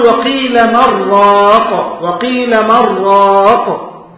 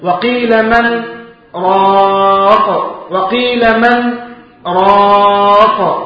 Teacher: سكتة يسيرة بدون تنفس بمقدار حركتين · Shown in: second take · Term: سكتة لطيفة